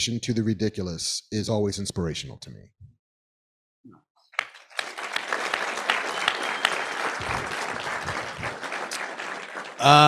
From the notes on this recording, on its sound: LIVE from NJ! A live Fat Man Beyond from the Smodcastle Cinemas in Atlantic Highlands, NJ.